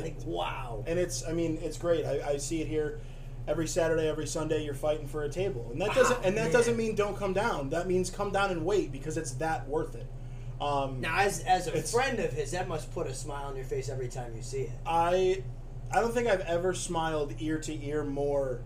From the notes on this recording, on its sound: Take a trip to Undergrounds Record Cafe. He shows us his restaurant and cooks us each an item from the wide-ranging menu.